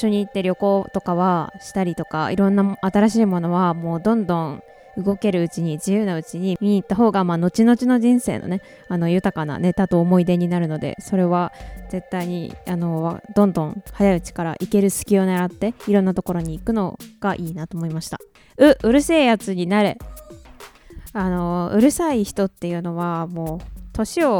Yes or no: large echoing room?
no